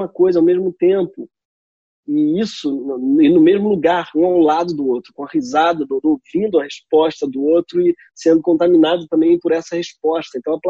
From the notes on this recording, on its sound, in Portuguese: a parte legal de gravar em casa é que o app zoom possibilita, além de escutar, ver as pessoas.